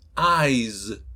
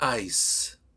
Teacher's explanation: eyes, con el sonido de la Z, y ice, con el sonido de la S sin voz, o sea, el unvoiced.